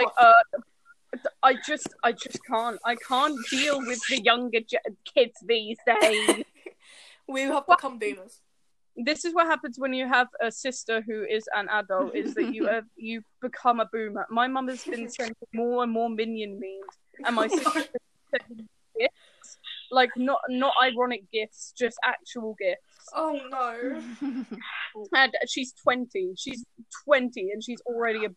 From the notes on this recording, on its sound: TECHNICAL DIFFICULTIES!! Yes, everyone mics messed up today.